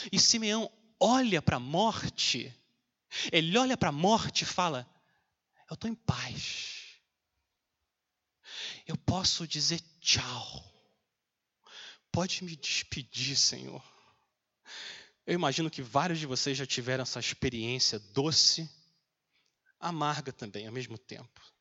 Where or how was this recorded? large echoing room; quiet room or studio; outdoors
large echoing room